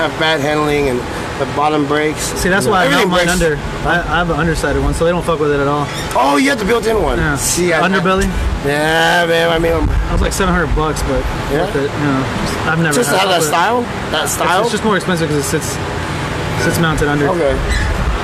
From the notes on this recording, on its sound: We were live at Truck Yard Houston in edo TX. We were live at Truck Yard Houston in edo TX chatting it up and eating bomb ass food.